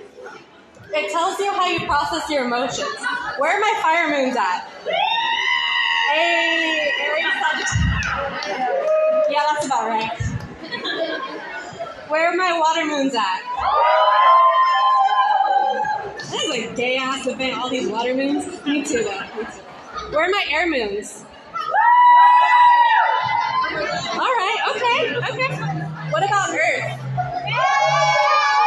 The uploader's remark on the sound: Our first ever live episode of WITLT !